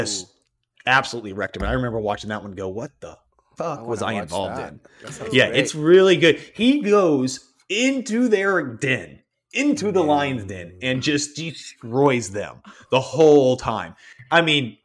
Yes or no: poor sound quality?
no